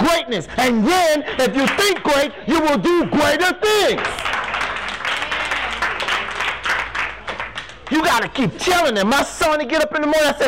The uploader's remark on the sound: talks to an audience of Educators, Students, parents and administrators